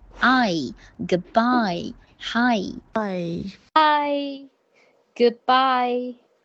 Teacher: 合口双元音 I 发好，同样尾音要结在一上面